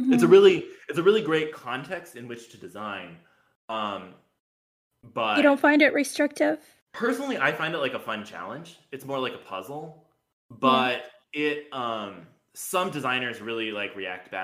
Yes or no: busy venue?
no